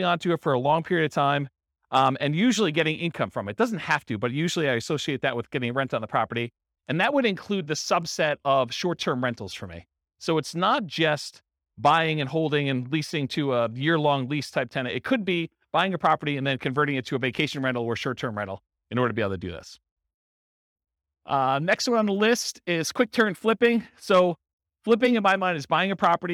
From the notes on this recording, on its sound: In Fullerton, California. This was a live class recorded.